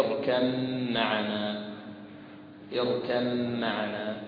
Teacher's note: ففيها إدغام الباء في الميم لحفص من طريق الشاطبية، تقول هكذا اركم معنا اركم معنا.